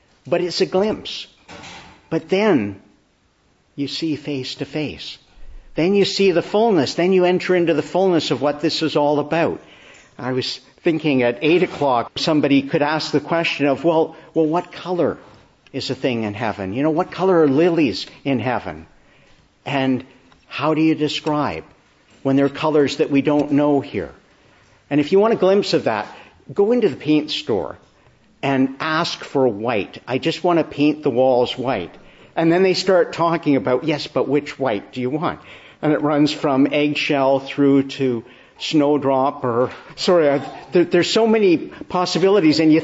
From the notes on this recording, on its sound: Preached in the Annunciation of the Blessed Virgin Mary, Ottawa